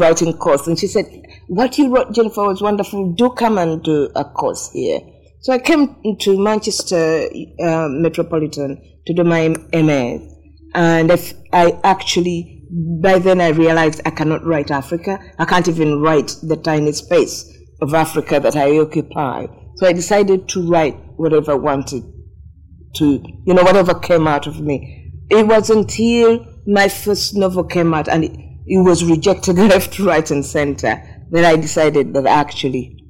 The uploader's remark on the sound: This recording of the event. Apologies for the audio quality of this episode.